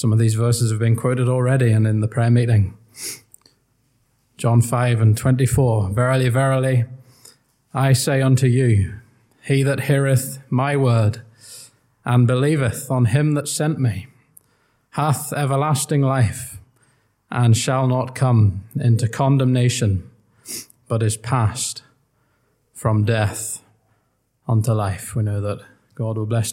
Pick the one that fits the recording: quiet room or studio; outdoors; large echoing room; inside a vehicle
large echoing room